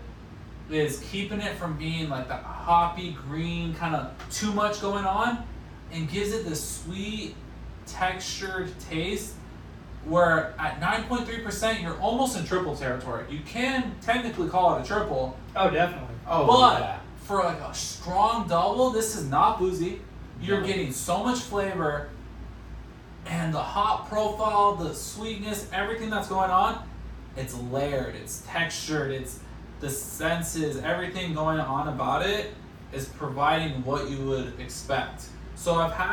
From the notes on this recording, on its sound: We apologize for the audio on this episode, we had a technical issue where the microphone audio was corrupted and had to use the phone audio.